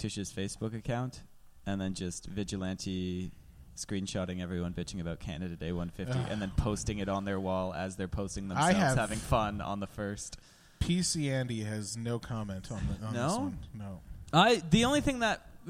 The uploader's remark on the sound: Live podcast recorded every Tuesday live at The Company House in Halifax, Nova Scotia.